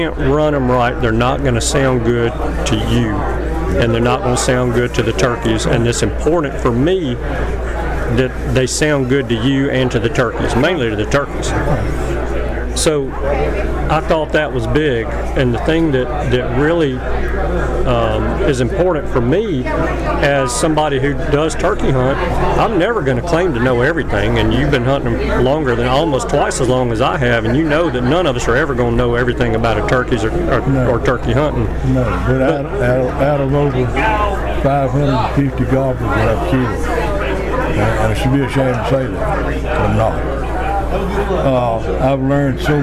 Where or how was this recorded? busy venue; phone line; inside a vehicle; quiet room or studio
busy venue